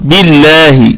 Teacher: لا تفخم اللام عند الإمام حفص إلا في لفظ الجلالة، وأيضا في حالتين، إن كان ما قبلها مفتوح أو مضموم، وترقق إن كان ما قبلها مكسور فترقق بالله